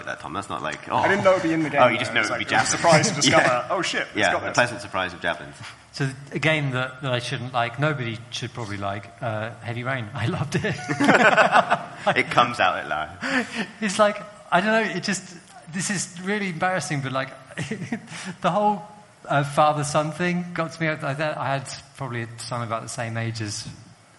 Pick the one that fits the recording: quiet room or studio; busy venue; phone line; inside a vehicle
busy venue